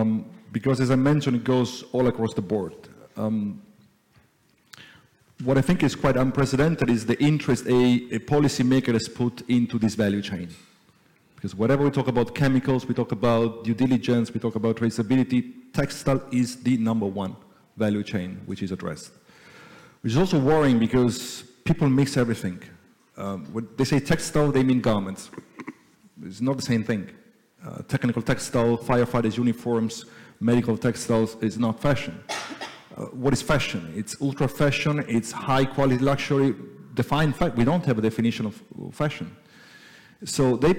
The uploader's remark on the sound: We revisit a talk from the Helsinki edition held in May of this year. In this live panel talk.